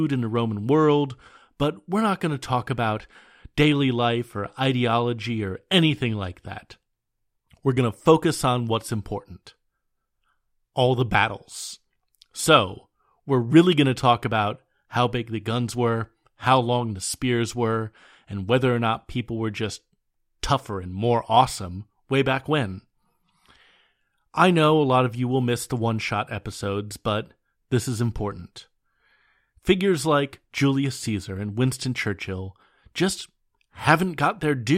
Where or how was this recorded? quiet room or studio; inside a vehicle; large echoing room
quiet room or studio